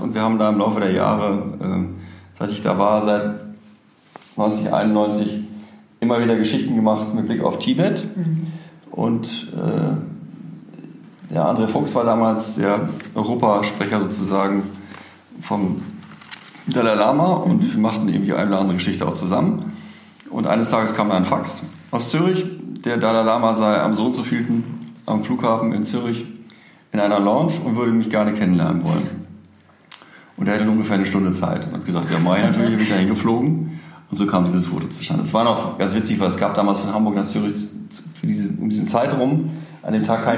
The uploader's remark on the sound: Live - restart 2019.